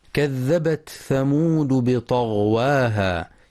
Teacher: ينتبه القارئ برواية حفص لإظهار التاء مع الثاء مع مراعاة همسها